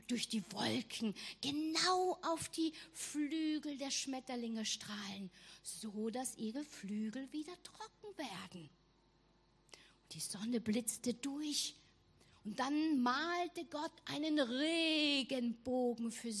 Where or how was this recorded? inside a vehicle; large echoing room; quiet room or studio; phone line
large echoing room